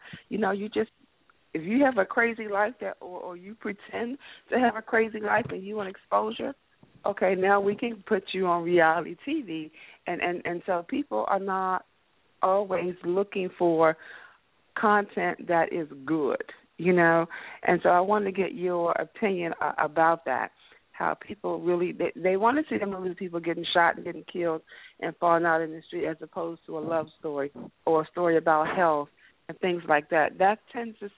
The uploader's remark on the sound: Featured guests and call ins from A-List Enterprises and Jente' Enterprises.